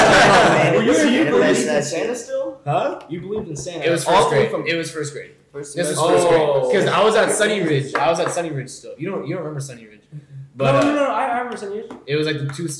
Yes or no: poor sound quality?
yes